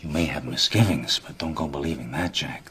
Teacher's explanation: The tip of his tongue hits a different place, hits his teeth, which is characteristic of a New York accent.